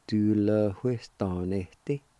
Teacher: There's a faint H sound right before the W-I.